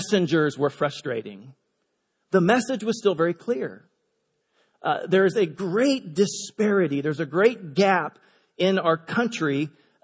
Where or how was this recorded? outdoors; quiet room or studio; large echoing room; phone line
large echoing room